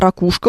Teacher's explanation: У слова «ракушка» ударение на «у»